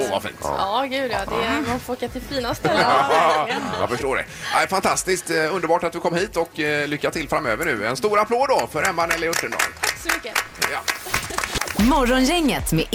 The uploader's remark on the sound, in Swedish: Vi sänder live från poolkanten på Sankt Jörgen